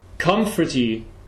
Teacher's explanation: Phonetically, this word is actually K, upside down V for that strong schwa, M, F, schwa, T.